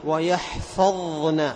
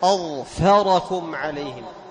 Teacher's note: فتظهر الضاء وتميز الضاء وتبين الضاء إذا اقترنت بالنون